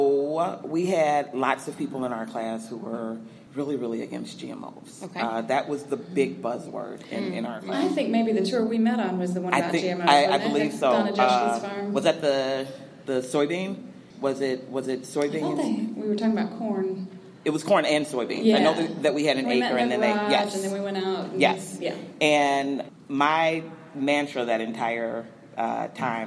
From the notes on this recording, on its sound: we're doing it live from the Women in Ag conference